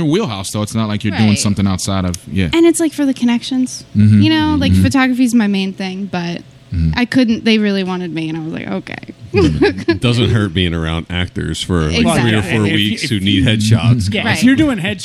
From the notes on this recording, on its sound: We were set up to record on the third floor at The Raven Lounge on Sansom Street. Our guest never showed.